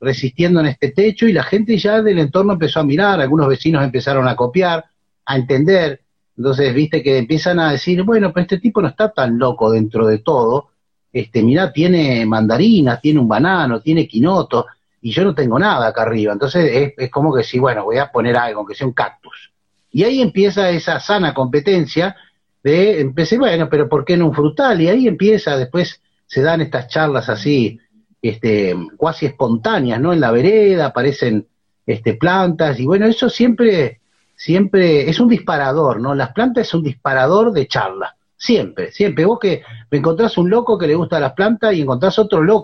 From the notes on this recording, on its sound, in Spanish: Y a pedido de quienes escucharon en vivo, responde preguntas.